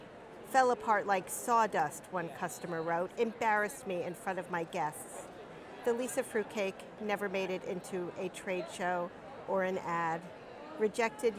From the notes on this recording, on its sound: Because we were recording this on the fly in a venue with lots of people and no control of the environment, the audio quality is...not going to win a Grammy.